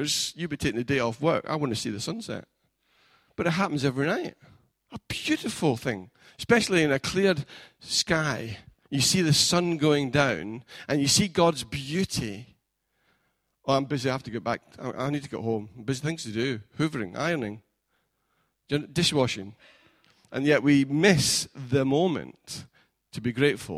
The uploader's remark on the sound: Recorded at freedomcentre church, Preston on Sunday 6th January 2019